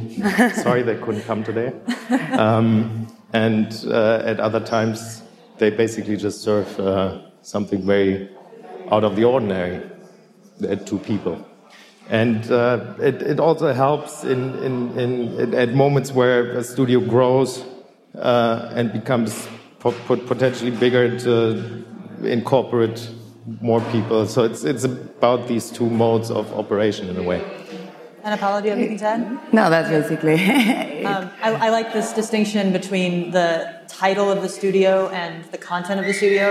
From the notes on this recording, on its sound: Part of "Next Up", Archinect's first live-podcasting event series, hosted at the Chicago Cultural Center during the Chicago Architecture Biennial's opening weekend.